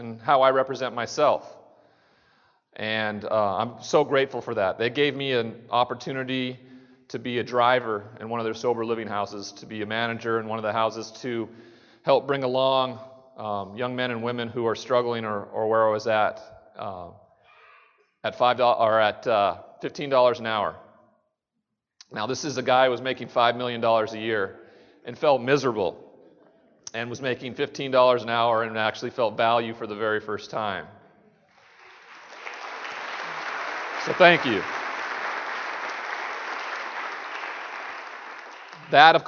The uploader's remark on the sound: 2017 TAAP Conference KEYNOTE